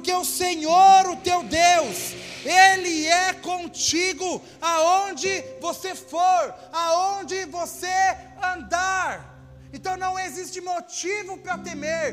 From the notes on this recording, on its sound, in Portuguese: Áudio do culto de Domingo